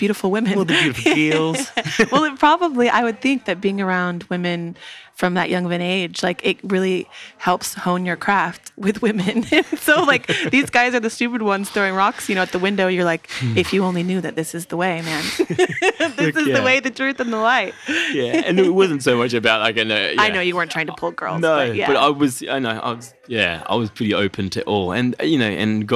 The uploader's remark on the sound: Live from B Smoothie in Habitat Byron Bay, Australia. This is the first interview of the live series.